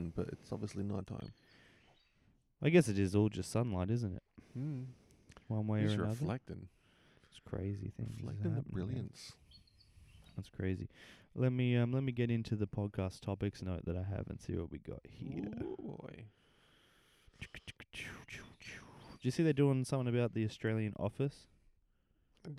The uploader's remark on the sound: A couple of mics and the midnight air.